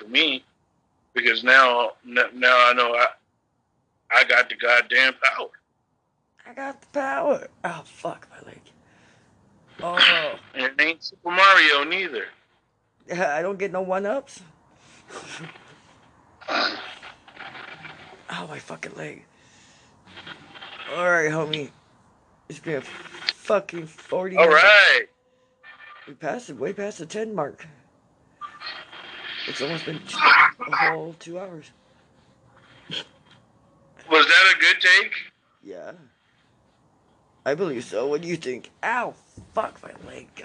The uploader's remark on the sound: a phone chat